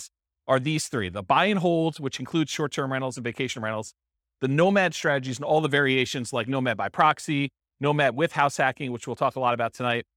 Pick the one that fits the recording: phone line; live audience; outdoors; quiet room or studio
live audience